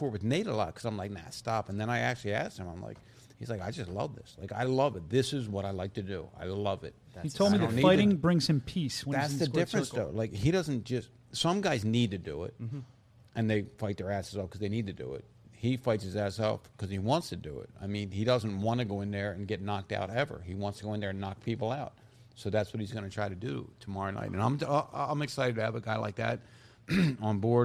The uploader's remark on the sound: Bare Knuckle Fighting Championship show is live from Birmingham, AL!